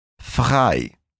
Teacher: O R do alemão é falado bem forte, normalmente no fundo da garganta.